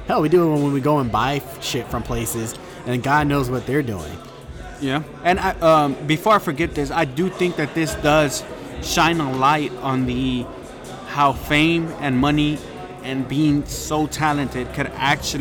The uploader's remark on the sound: with some brews at 8th Wonder Brewery in Houston Texas